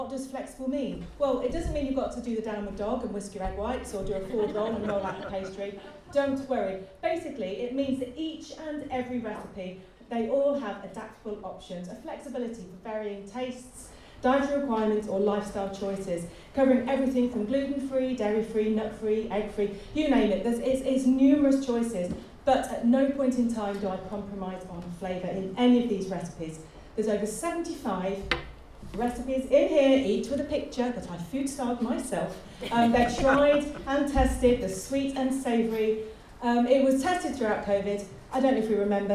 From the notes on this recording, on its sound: At the Chiswick LocaL Writer's Party. At the 14th Chiswick Book Festival , at the local authors party, where the writers have 2 minutes against the clock to talk about their books - or get ‘horned’ off!